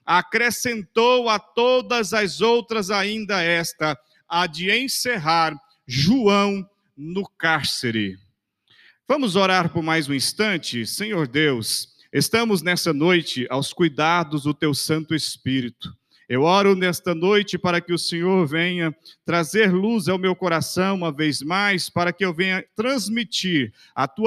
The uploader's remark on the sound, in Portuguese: CULTO AO VIVO 19H30. Igreja Batista Nacional Central.